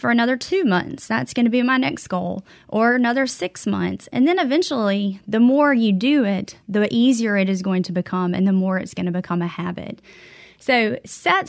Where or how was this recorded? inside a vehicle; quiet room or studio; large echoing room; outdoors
quiet room or studio